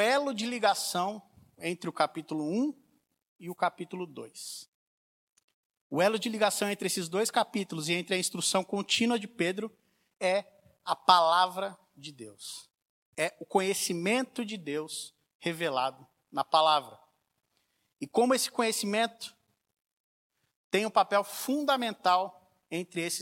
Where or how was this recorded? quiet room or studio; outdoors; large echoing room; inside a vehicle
large echoing room